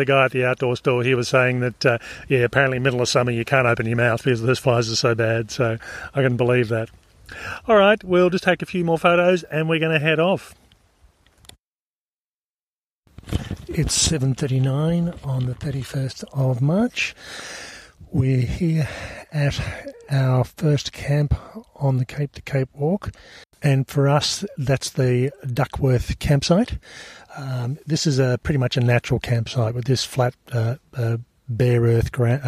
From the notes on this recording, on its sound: Includes recordings from the first 1/3 of this 123km trail and provides a real time overview of our on trail experience.